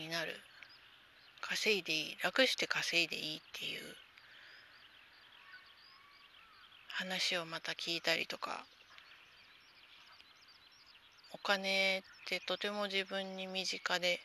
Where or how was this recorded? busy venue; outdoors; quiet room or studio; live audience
outdoors